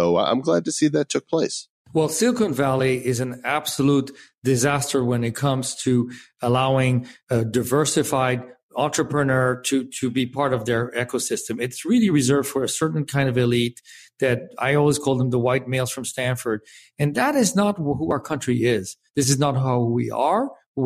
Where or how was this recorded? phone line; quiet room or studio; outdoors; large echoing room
quiet room or studio